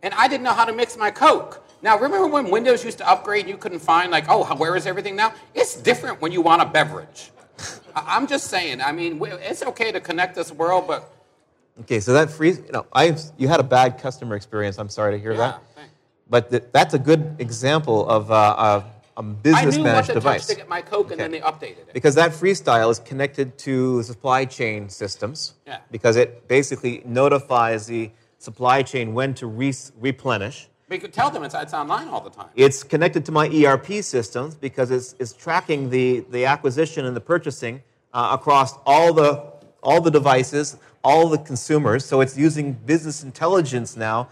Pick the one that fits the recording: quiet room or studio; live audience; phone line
live audience